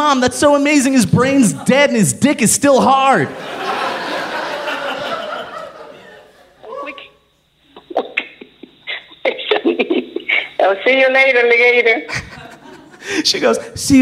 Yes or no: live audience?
yes